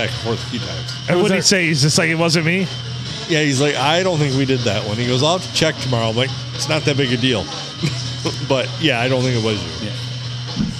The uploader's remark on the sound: Recorded and a round table with a "reserved" bottle in the middle at the Blue.